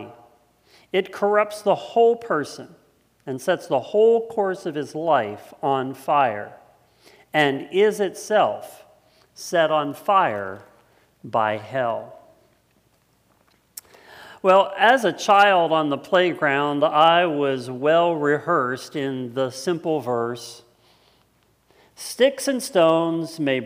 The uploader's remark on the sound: It was originally preached on Sunday August 23rd 2020 at Linglestown Life Church in Harrisburg Pennsylvania.